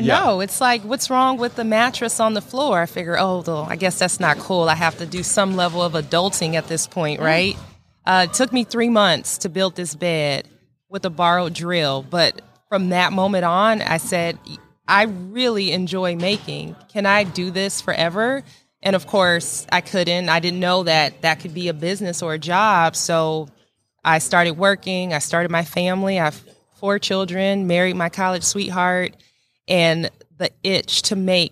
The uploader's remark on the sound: in the Wall Control booth live at WORKBENCHcon 2022